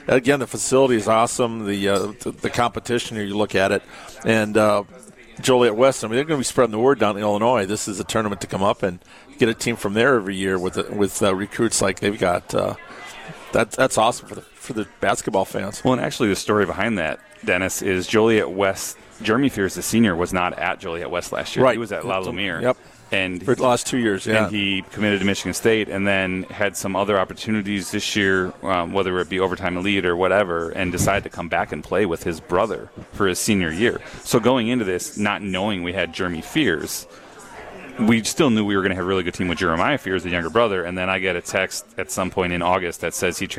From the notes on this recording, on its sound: LIVE from Ruth's Chris in Middleton